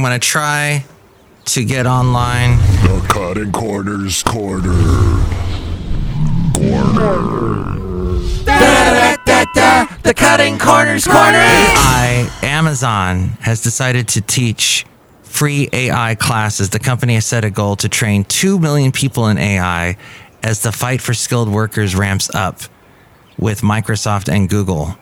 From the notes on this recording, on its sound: podcasts live from Café Anyway